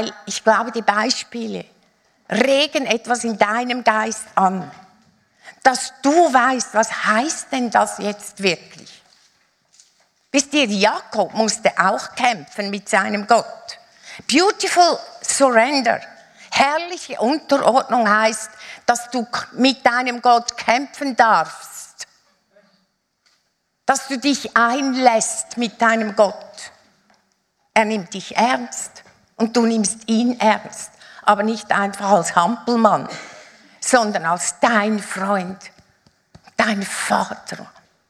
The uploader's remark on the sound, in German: Live aus Winterthur der Dienstagsgottesdienst